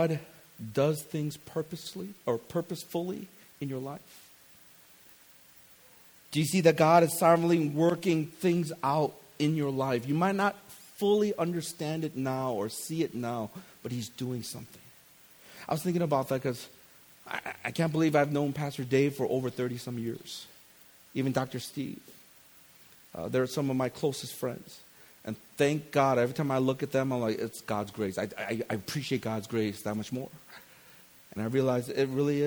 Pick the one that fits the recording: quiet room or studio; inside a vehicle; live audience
live audience